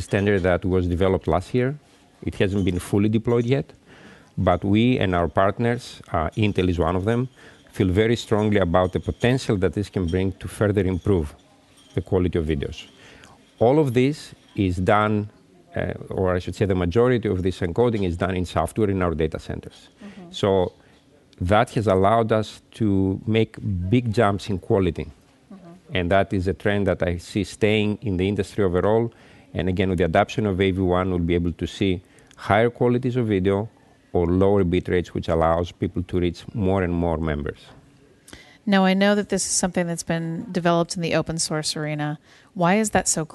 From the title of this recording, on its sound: Intel Chip Chat LIVE from IBC 19 in Amsterdam